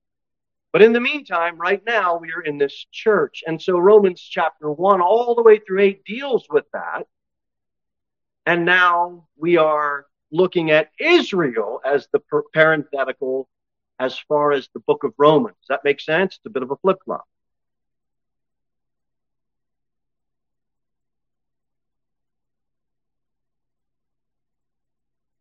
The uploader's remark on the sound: Sermon delivered at Pilgrim Baptist Church on Sunday, July 16, 2023, at 11-15 am. Cookeville, TN 38501.